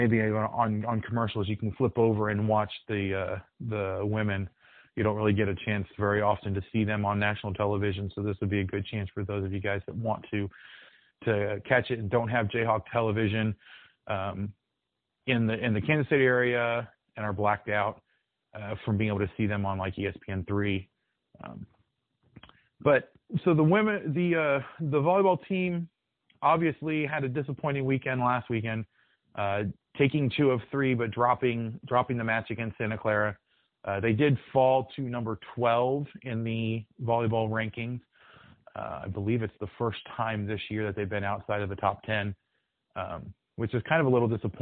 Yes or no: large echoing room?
no